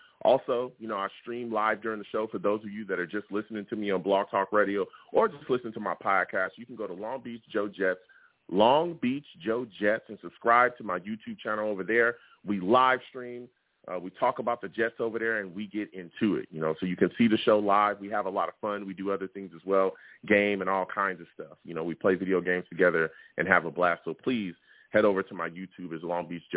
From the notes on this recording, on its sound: I take live callers!